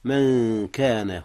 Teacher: أخفيت نون من قبل الكاف من كان، والكاف من حروف الإخفاء